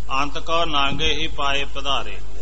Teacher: ਹੁਣ ਇੱਥੇ ਨਾਂਗੇ ਦੇ ਉੱਤੇ ਬਿੰਦੀ ਲੱਗੀ ਨੀ ਹੋਈ ਪਰ ਬੋਲਦੀ ਹੈ